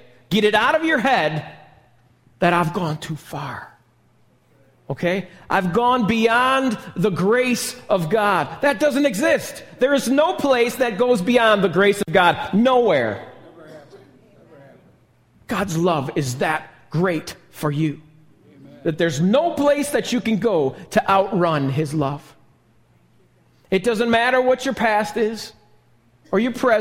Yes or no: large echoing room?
yes